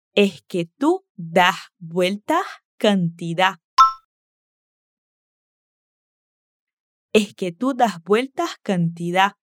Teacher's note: aspira la S al final de es, das y vueltas